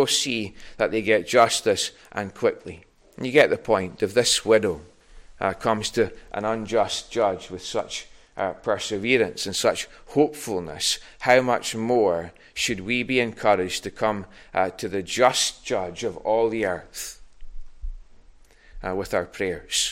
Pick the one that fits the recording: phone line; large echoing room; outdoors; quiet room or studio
large echoing room